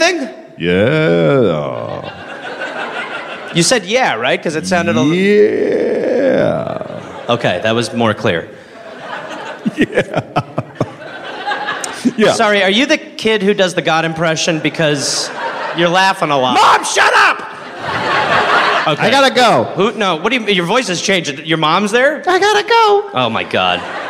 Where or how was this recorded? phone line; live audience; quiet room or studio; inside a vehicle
live audience